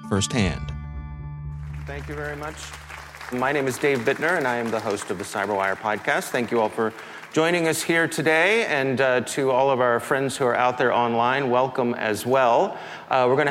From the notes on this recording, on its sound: CyberWire Live: Hack the Port 2022 Fireside chat. At the Hack the Port 2022 event, the CyberWire held a CyberWire Live event.